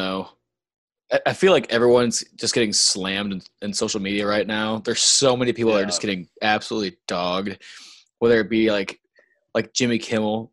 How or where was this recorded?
video call